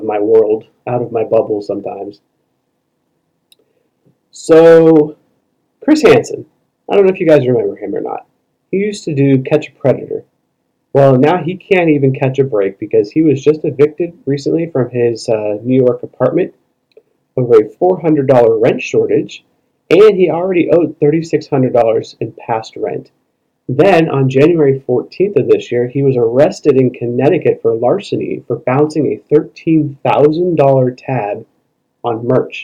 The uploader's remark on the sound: Sorry in advance for the poor audio quality on this episode